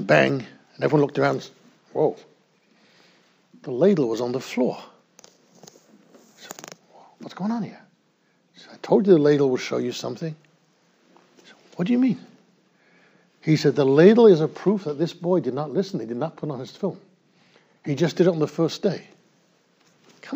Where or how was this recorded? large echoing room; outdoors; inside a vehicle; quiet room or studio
large echoing room